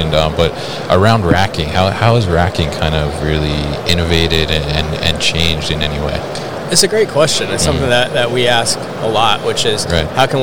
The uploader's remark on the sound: Hannibal Industries at MODEX 2022